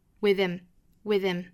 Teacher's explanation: 直接前面的这个 TH 浊音和后面的 M 做连读就可以了